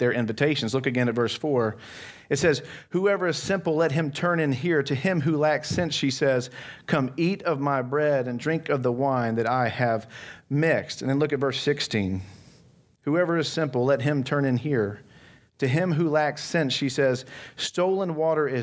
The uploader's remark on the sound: from the Christ Centered & Clear Conference in Dallas, TX on December 5, 2022